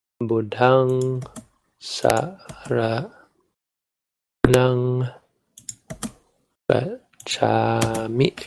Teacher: First syllable, long. Why? Because it has a consonant at the end. · Term: long syllable